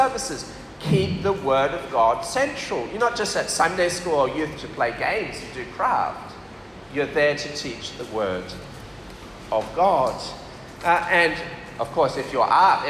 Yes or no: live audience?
yes